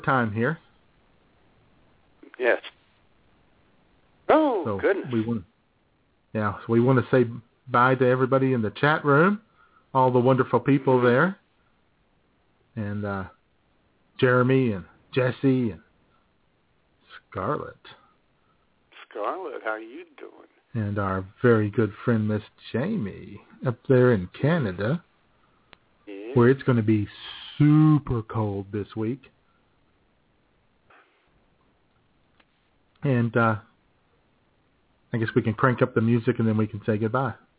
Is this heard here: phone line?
yes